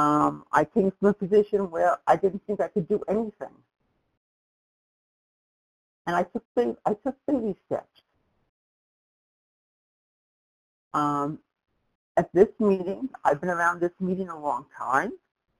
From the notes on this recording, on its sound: from the 100 Pounders Phone Meeting, date unknown